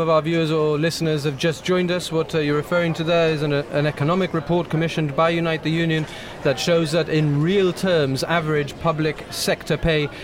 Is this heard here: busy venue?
yes